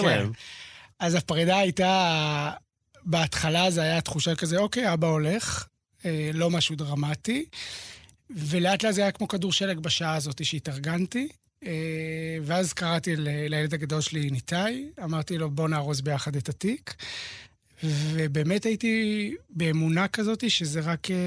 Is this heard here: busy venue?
no